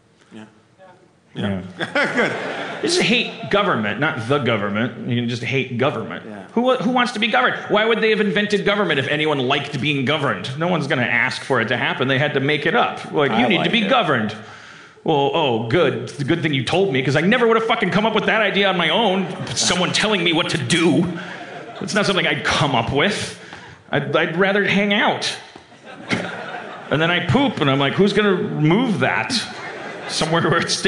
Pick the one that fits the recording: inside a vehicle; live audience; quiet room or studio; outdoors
live audience